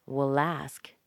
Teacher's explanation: Connect the L with the A.